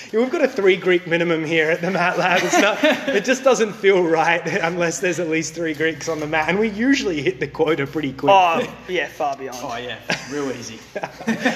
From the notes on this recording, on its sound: Another incredible showcase took place At the M16 Invitational and as always the Bat-Phone was live at the evebt to get all the behind the scenes action. We hear from competitors before and after their matches, we get spectator reactions as well as on the spot match breakdowns and commentary.